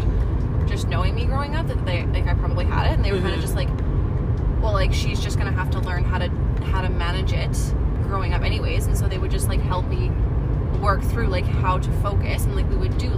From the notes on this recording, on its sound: POV: Driving to Calgary, coming back from our camping trip in Kananaskis.